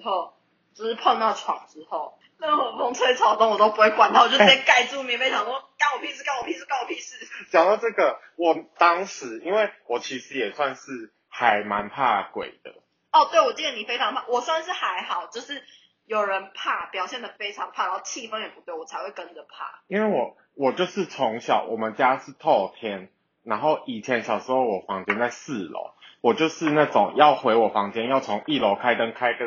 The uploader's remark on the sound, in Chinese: 第一次的試錄，有一些音質上的瑕疵煩請見諒～。